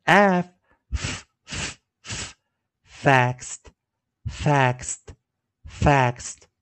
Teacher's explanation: 我们注意看结尾有个 s 音，所以 ed 要念 t